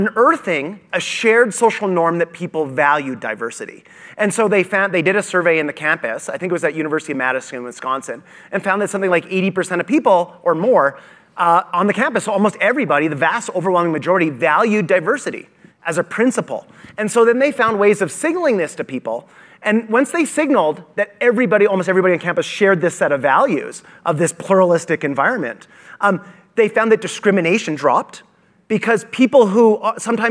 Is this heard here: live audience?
yes